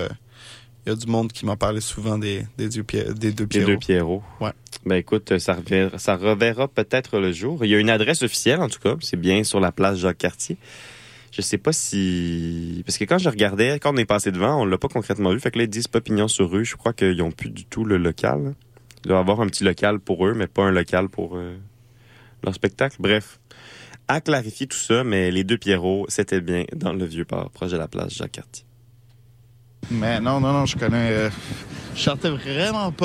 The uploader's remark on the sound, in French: Le Vieux-Port. Se veut une immersion auditive de la ville, de ses parcs, de ses quartiers et de tout ce qui la compose.